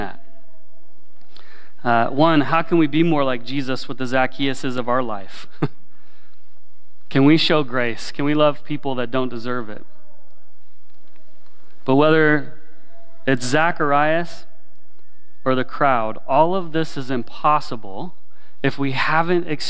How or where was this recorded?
large echoing room